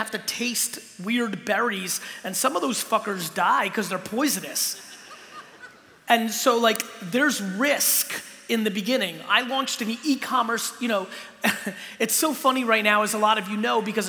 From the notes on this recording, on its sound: Keynote in Sydney.